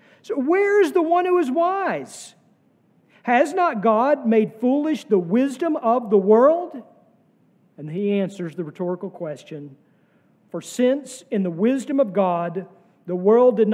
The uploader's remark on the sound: sermon from our worship service on May 14, 2023